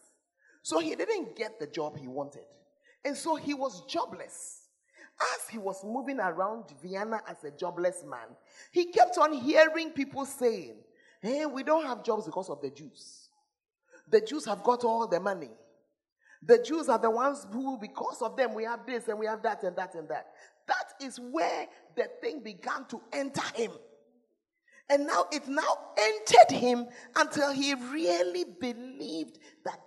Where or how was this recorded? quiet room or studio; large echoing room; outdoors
large echoing room